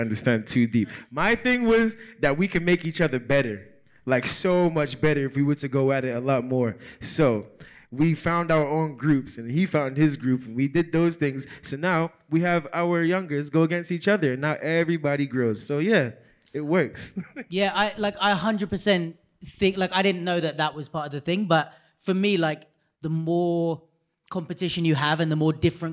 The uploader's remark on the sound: Litefest 2021 Live Talk. It is the first ever live podcast we've managed to do.